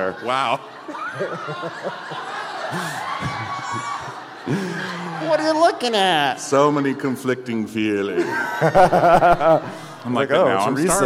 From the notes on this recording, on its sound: Live From Atlanta. We're kicking off the premiere with a live show in Atlanta.